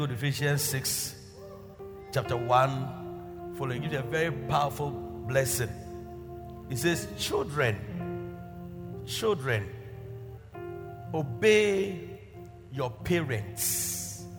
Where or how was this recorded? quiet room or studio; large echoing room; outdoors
large echoing room